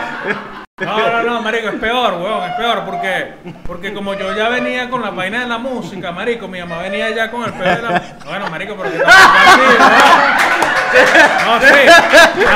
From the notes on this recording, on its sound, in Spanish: EPISODIO EN VIVO